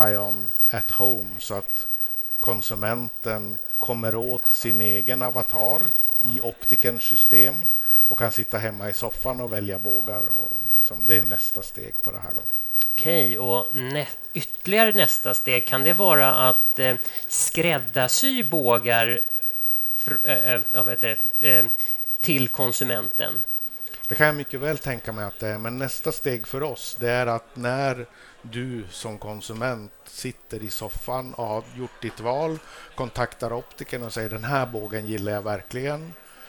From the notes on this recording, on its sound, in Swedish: Ett exklusivt liveavsnitt av OptikerPodden. Sänder vi LIVE från Optikmässan 2024 på STOCKHOLM WATERFRONT CONGRESS CENTRE!